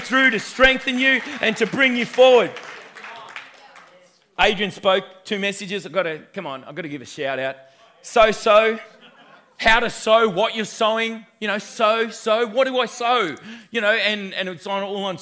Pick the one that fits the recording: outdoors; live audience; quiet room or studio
live audience